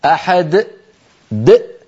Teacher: فبعد أن ينطق الدال يقفل الوترين الصوتيين في فمه · Term: همزة ساكنة